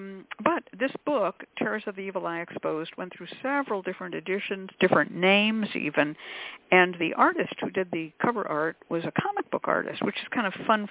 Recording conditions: phone line